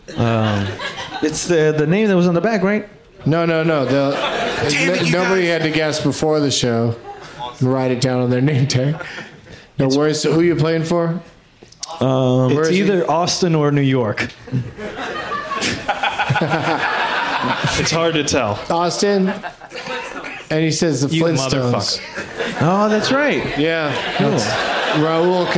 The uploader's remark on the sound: Live from Cap City Comedy Club in Austin